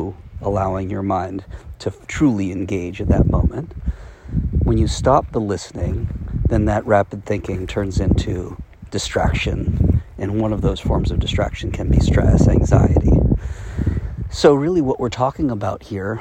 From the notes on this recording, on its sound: I took a walk while recording this Shift. Apologies for the audio buzz from the wind on this recording.